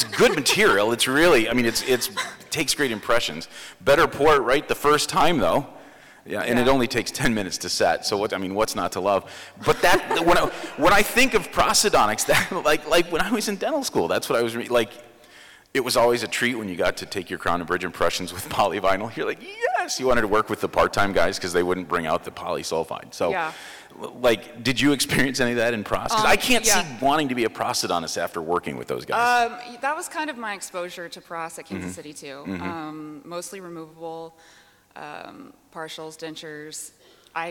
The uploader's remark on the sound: Live at the Voices of Dentistry